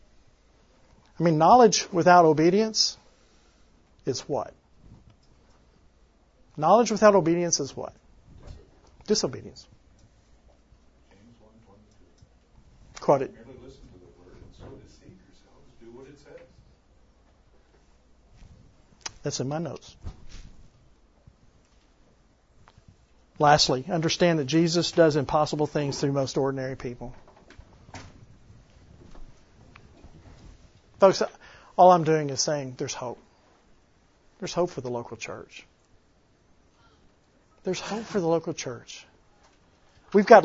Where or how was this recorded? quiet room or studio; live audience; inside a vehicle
live audience